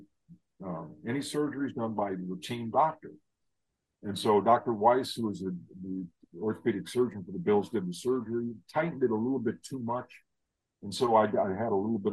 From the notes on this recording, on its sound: We were having technical difficulties. We apologize in advance for any audio issues.